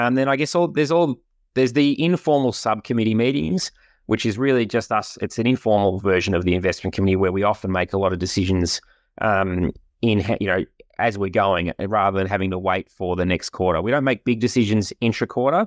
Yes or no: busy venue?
no